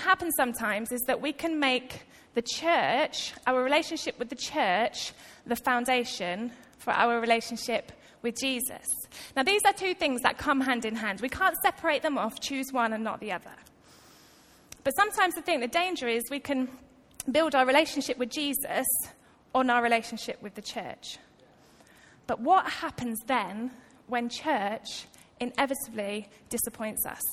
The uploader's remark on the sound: Recorded live at Life Church on Sunday 1st July 2018.